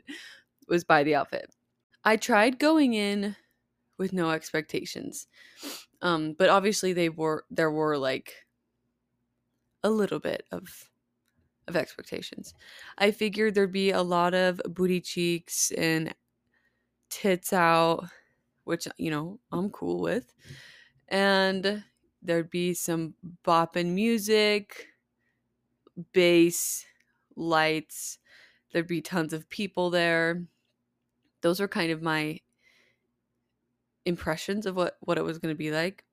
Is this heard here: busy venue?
no